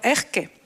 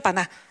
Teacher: las S finales se le convierten en Jotas y que se le caen las sílabas